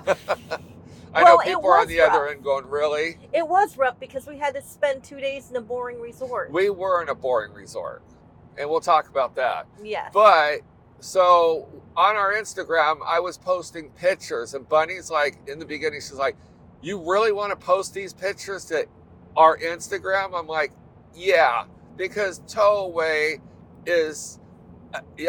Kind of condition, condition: setting, inside a vehicle